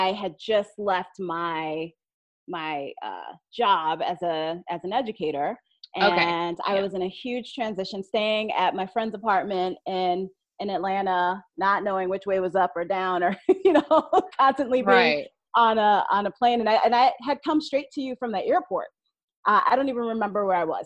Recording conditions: video call